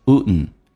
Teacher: 当 D 跟 N 在一起，通常 D 可以不发音，气流就阻塞一下变成 wouldn't